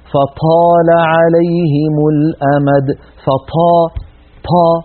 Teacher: بعض إخواننا متأثرا باللهجات العامية ينطقها مهموسة